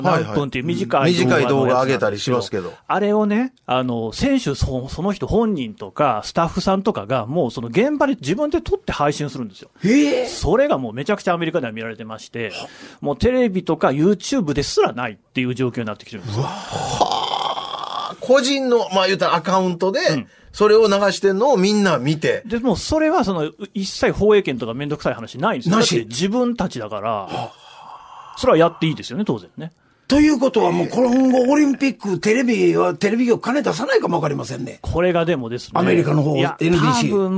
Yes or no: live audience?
no